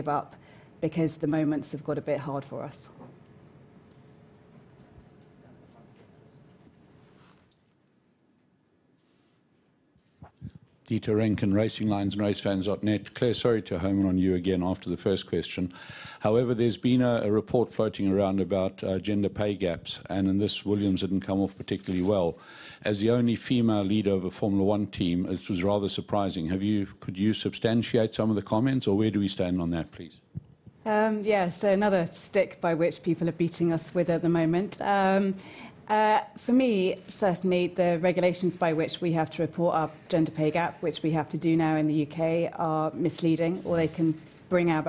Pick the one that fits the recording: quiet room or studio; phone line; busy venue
busy venue